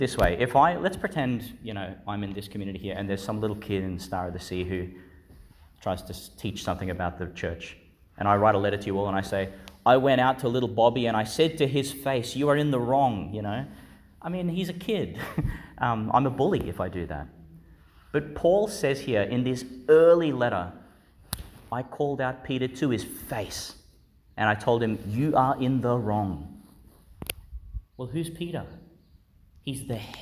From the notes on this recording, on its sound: delivered in Our Lady Star of the Sea Church, Gladstone, Qld.